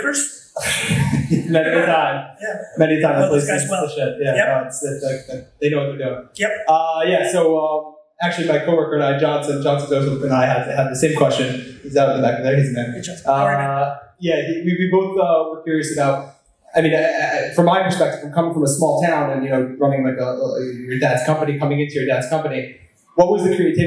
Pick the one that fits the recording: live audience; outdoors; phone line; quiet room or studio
live audience